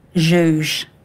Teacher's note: Like, it is a very cool sound because it starts with this post-alveolar voiced fricative, which is hardly ever at the beginning and the end of a word. And so it's got this kind of, like, symmetry to it, what they would refer to as kind of sonic closure.